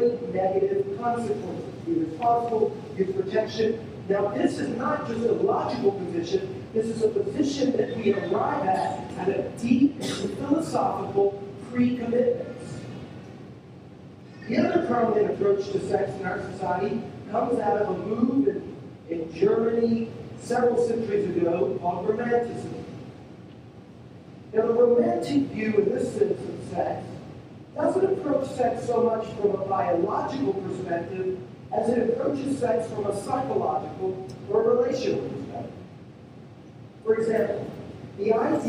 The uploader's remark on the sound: We're sorry for the poor sound quality of this recording. Thank you for being patient with us as we figure out these sound issues.